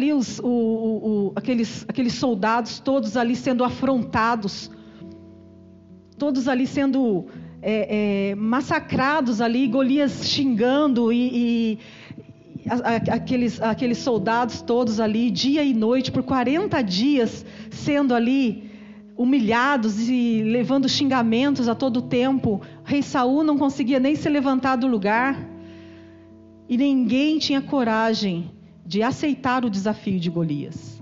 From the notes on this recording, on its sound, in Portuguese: Culto gravado em 10/06/2022 durante culto da cura e libertação.